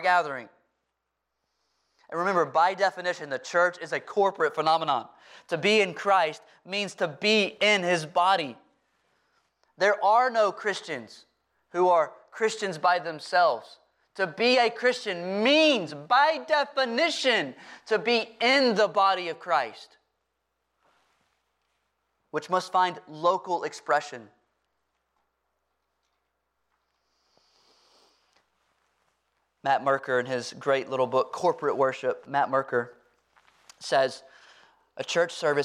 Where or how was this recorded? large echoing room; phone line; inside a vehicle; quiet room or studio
large echoing room